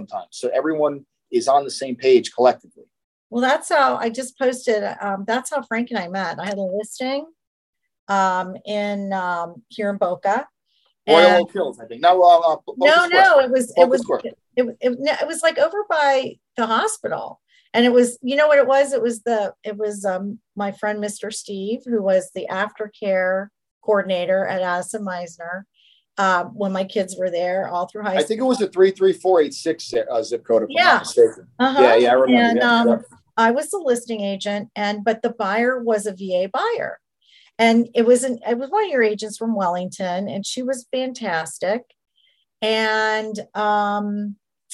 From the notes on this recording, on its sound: in this weeks Zoom call!